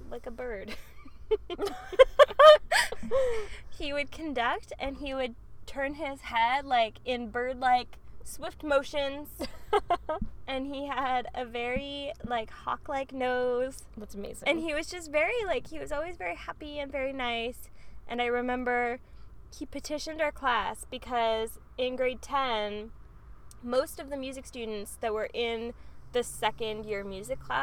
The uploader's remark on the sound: two best friends sat in the car and chatted.